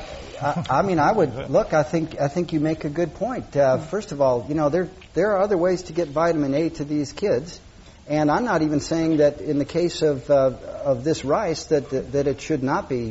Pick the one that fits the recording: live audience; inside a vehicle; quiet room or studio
live audience